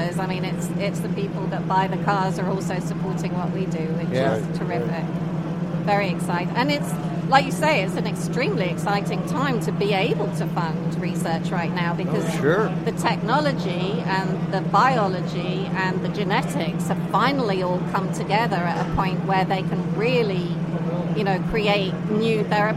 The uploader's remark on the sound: broadcast from the Mecum auto auction in Houston, TX